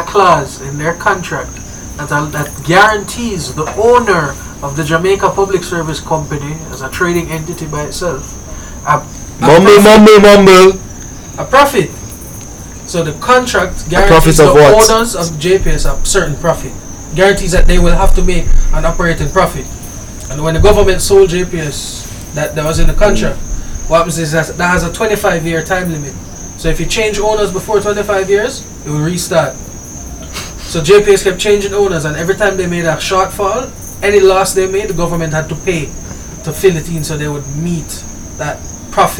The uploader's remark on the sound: I left the Mics a little loud this week, adjust your volumes lol.